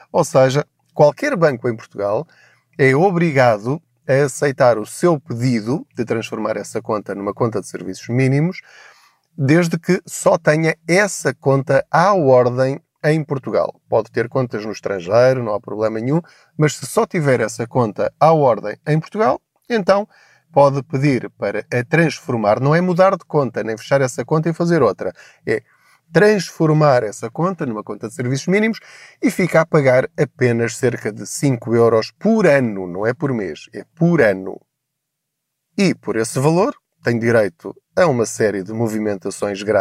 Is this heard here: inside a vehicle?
yes